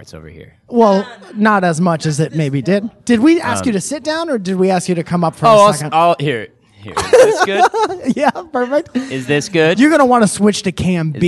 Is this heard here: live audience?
yes